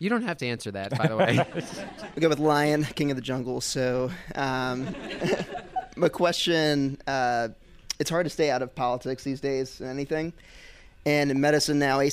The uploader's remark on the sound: LIVE! Audience questions.